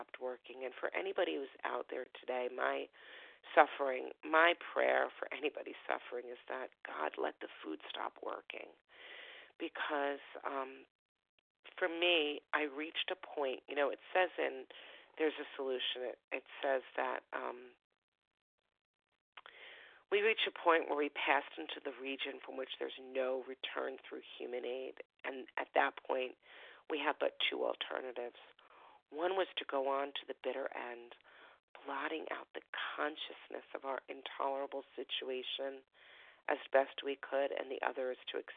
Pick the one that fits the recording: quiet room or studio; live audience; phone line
phone line